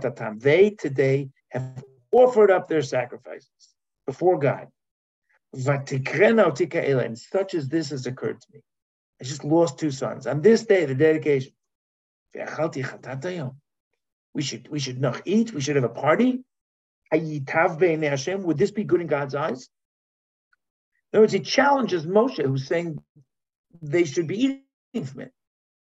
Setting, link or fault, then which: link, video call